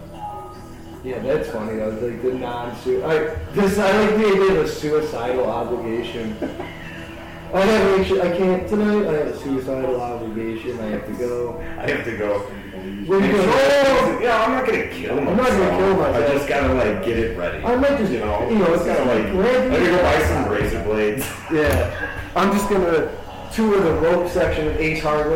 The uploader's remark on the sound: we will get better mics i swear